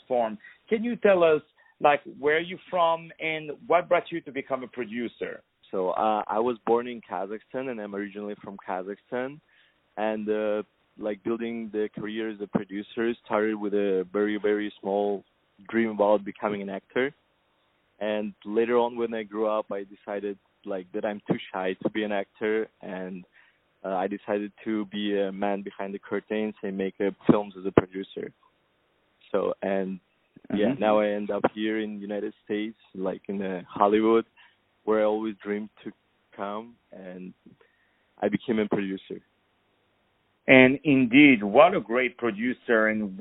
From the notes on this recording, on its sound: On the phone.